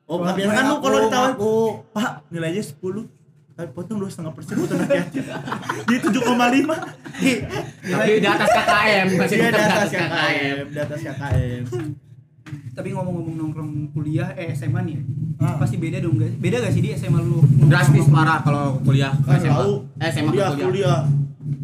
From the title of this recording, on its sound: LIVE FROM SALAKA COFFEE